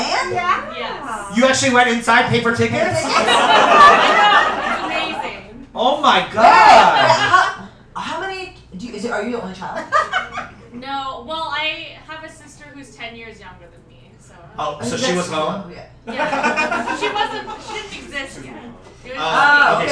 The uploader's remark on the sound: Ajumma Live DC 2022